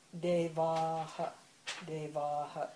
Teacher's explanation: that H with a dot under it. That's going to be aspirated.